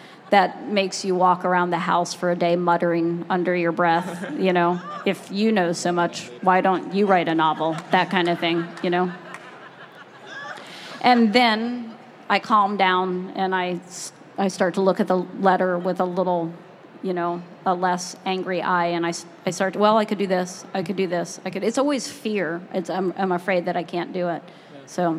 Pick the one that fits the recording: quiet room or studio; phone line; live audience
live audience